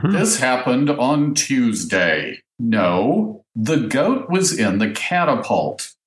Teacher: Because when a lot of people learn about periods, the teacher does a kind of exaggerated pronunciation with falling intonation to sort of emphasize to the kids what the period is for